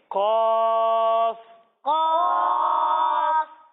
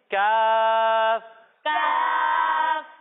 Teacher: جب ہم قوف کی ادائیگی کریں گے تو اسے موٹا کر کے پڑھیں گے کیونکہ یہ حروف مستعلیہ میں سے ہے، یعنی ان حروف میں سے ہے جن کو موٹا پڑھنا ضروری ہے. اور جب ہم کاف کی ادائیگی کریں گے تو اسے ہم باریک پڑھیں گے · Shown in: second take